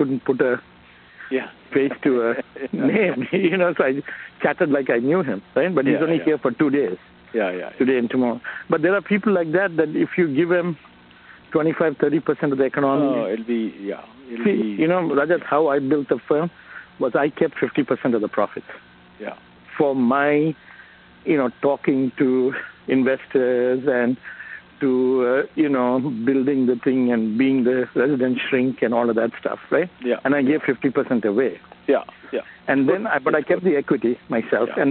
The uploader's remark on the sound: a recording of the audio of this phone call